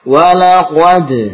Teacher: kofnya tebal yang diapit dengan huruf lam dal tipis